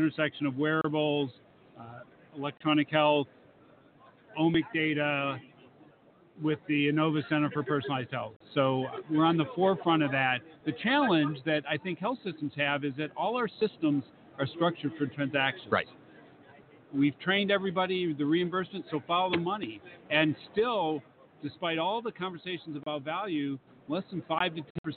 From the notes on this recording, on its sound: LIVE From #HIMSS17 Day Three. Health Information Management Systems Society (HIMSS) 2017 Annual Conference and Exhibution from the Orange County Convention Center in Orlando, Flo.